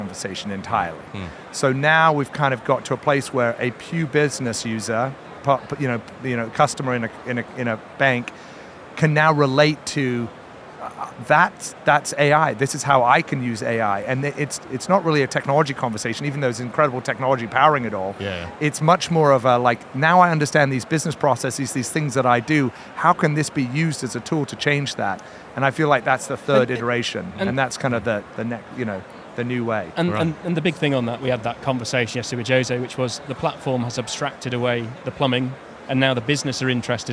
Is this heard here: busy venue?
yes